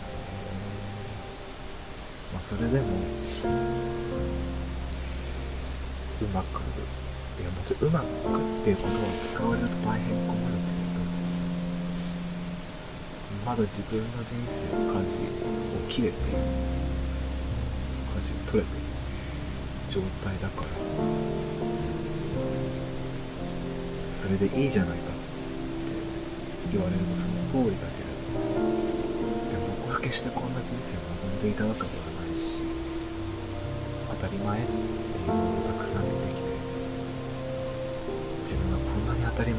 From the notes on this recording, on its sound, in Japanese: 音声も未だにノイズ混じり